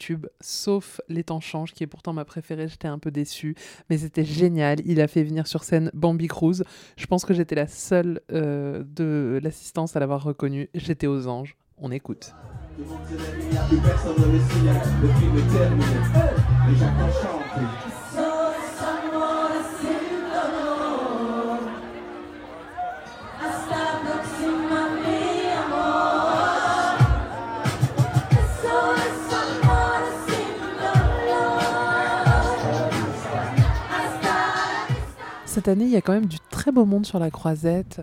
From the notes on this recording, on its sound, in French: En direct de Cannes ! Vous fait vivre le festival en direct de la Croisette, avec beaucoup de nuits courtes, des guest stars hollywoodiennes, et des interviews improvisées !